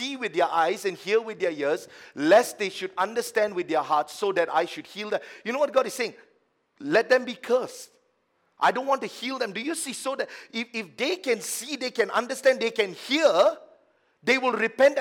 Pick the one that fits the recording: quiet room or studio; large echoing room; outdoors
large echoing room